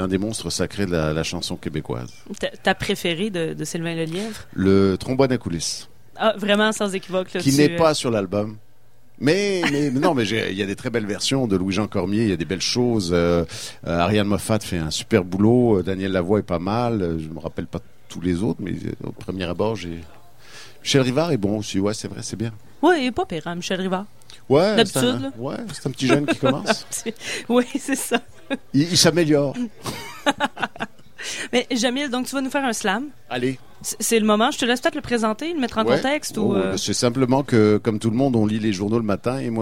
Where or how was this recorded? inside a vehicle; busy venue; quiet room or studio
busy venue